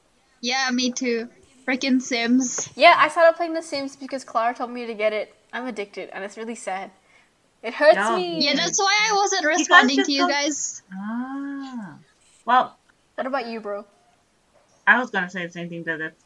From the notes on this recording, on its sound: The audio in this episode may not be stellar.